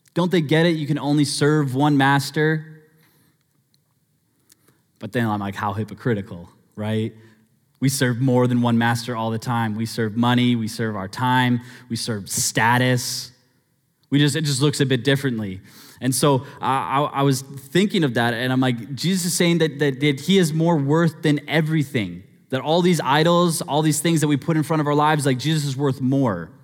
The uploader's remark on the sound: Sermon Audio From Northview Young Adults